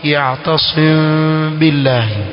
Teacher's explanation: kwa kuwa iko baina ya idhar na idgham, basi mdomo utakuwa na nafasi ndogo au utashikana